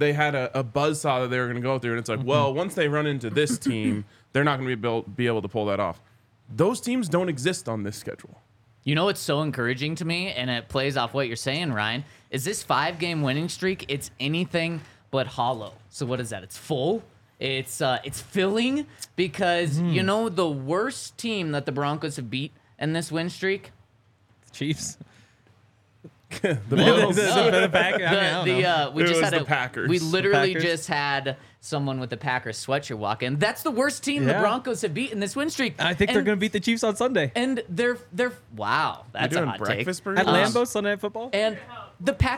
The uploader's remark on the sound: coming to you LIVE from the DNVR Bar